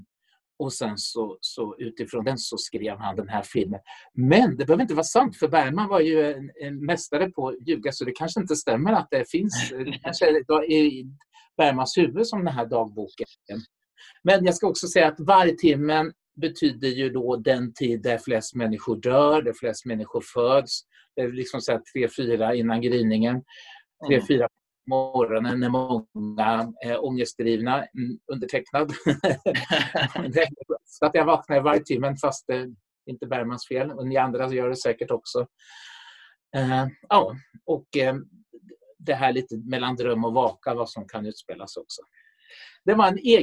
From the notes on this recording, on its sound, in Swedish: Inspelad 15 november 2020 i Zoom.